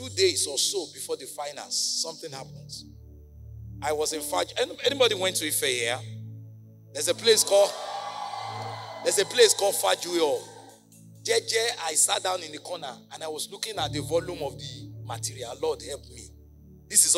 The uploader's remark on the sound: at the 2023 Next Conference of the New Church